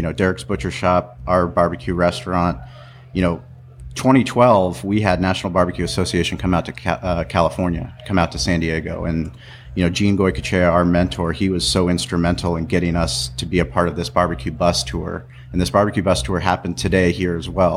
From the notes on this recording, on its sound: This podcast was recorded during the 2018 NBBQA National Conference & Academy.